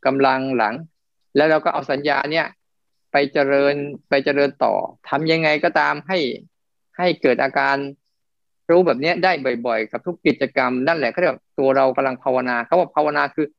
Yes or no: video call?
yes